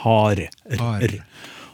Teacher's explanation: vi har en R som er artikulert framme i munnen. Vi, vi vipper tunga opp mot den lille kuren bak fortennene.